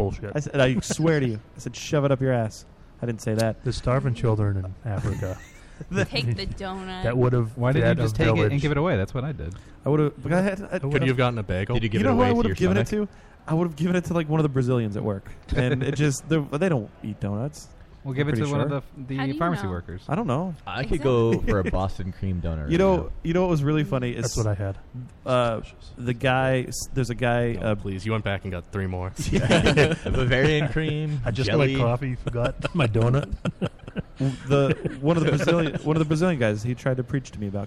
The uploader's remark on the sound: We broadcast live from TerrorCon Rhode Island!